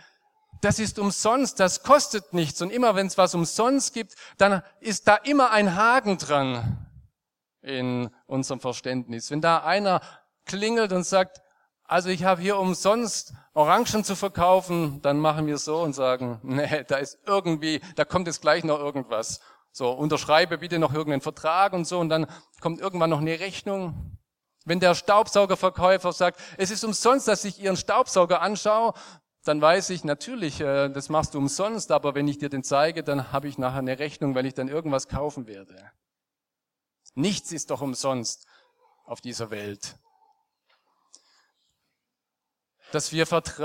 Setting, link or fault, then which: setting, large echoing room